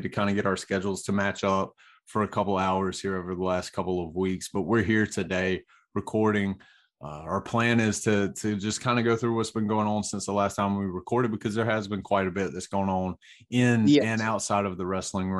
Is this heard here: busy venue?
no